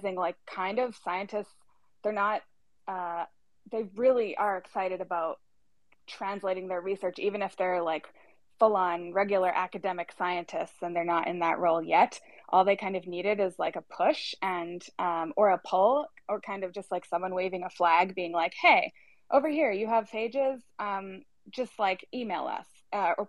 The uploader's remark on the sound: live on Twitter Spaces Feb 3, 2022